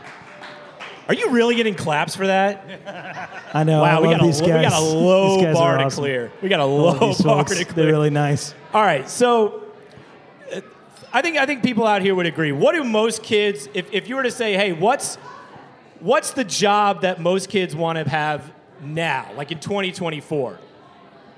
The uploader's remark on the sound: LIVE FROM FIDDLIN' FISH. Listen back to our first ever live show! Hear from the various run clubs that hang out at the brewery through the week.